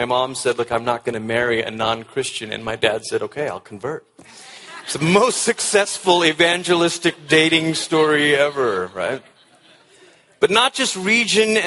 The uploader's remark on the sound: At the ERLC National Conference